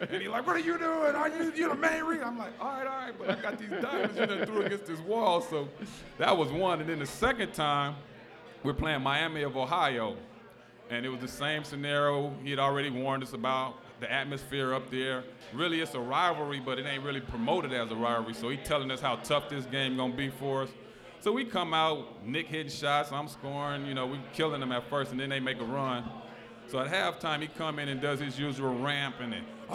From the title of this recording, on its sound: Live at Mio‘s